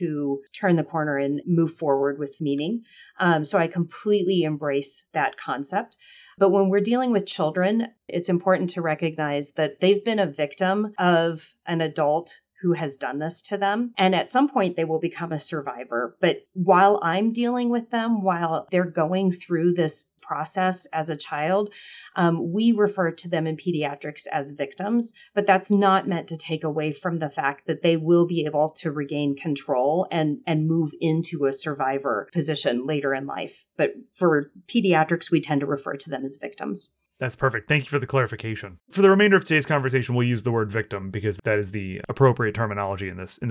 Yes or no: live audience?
no